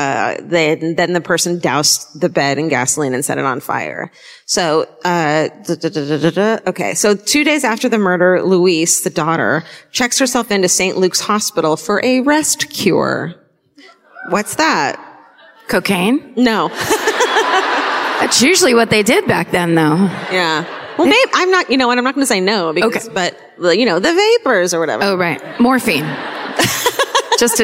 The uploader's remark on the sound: Live at the Northrop Auditorium in Minneapolis (2019)